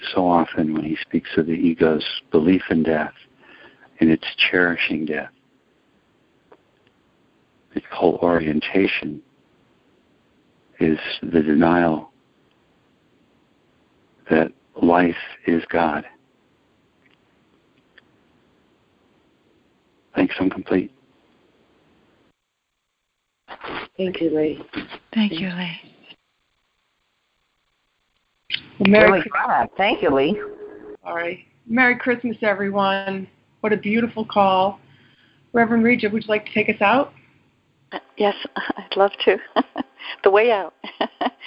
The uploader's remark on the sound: ACIM Daily Conference Call